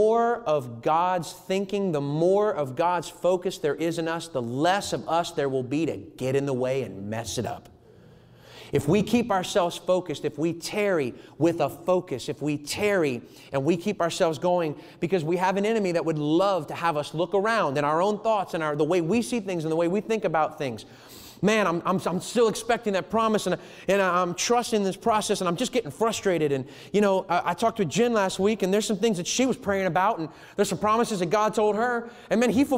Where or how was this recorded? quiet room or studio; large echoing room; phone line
large echoing room